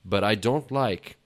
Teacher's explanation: Quando a gente junta o but I don't like, vira quase um but I. Som de butter.